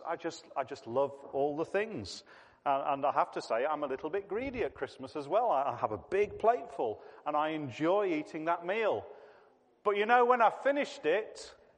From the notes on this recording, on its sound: This was a family service.